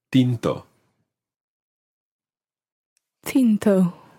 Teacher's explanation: It's something we've mentioned before, but I just want to remind everybody that T's in Spanish are slightly different from T's in English. In Spanish, you take your tongue and put it in between your teeth, rather than up on the hard part of your mouth, up above your teeth. So, in Spanish you say tinto, as opposed to tinto, which would be an English equivalent. · Term: soft T's